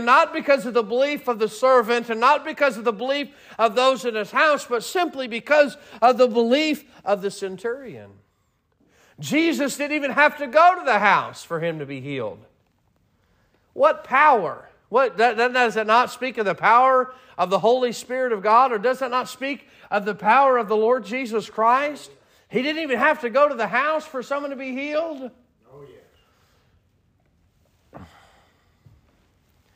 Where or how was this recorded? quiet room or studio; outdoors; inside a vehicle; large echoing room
large echoing room